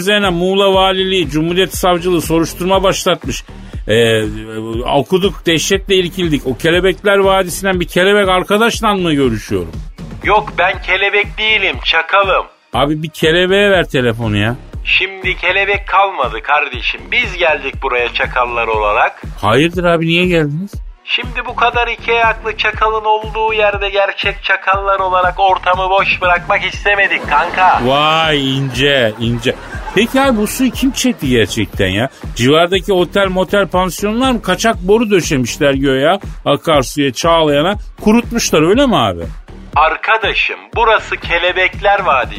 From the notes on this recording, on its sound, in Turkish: telefon görüşmesi.